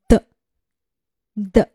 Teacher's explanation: 舌尖紧抵上齿龈，形成阻碍，然后突然分开，气流冲出口腔声带震动。它的发音规则跟 t 是一样的，只不过呢，它是声带需要震动。的。的。好，一般呢，是由字母 D 发这一个的的音。好，我们来看一下它的代表单词。dog。dog。bird。bird。好，我们来看一下例句。Daddy destroyed Darby's dishes. Daddy destroyed Darby's dishes. Daddy destroyed Darby's · Term: 浊辅音